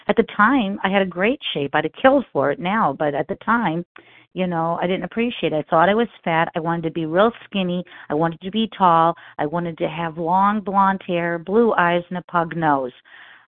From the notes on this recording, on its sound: 100 Pounders Phone Meeting